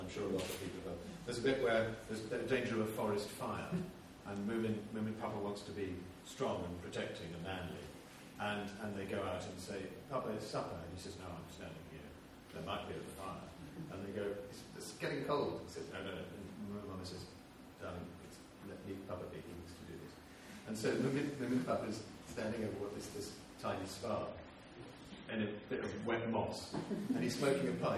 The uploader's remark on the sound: This event featured readings, discussion, music and questions from the audience